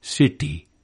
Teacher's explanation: It's unaspirated and retroflex in Indian city, the tongue being curled back a little.